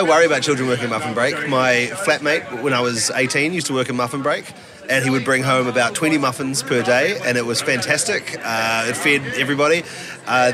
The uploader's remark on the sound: To celebrate the start of the Sydney Comedy Festival we put the RØDECaster Pro II in a duffle bag and headed to the Factory Theatre courtyard. One of the only arts venues in Sydney which boasts a commercial airliner flying overhead every 10 minutes.